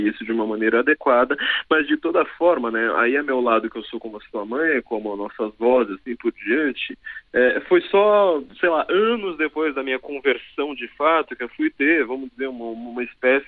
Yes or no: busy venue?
no